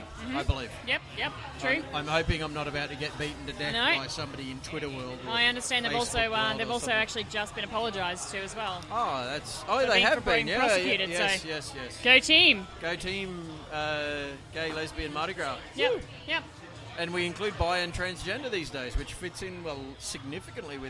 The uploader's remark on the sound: We head over the Sydney Gay and Lesbian Mardi Gras and podcast live from the event, join us on a quirky, noisy and fun adventure.